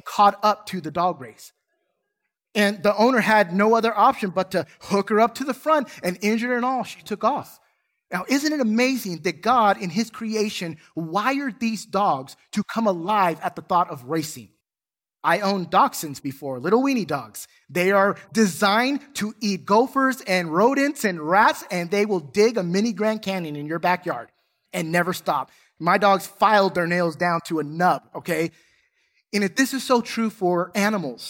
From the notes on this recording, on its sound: Recorded from South Gate Fellowship in Duncanville, TX on Sunday, March 27, 2022.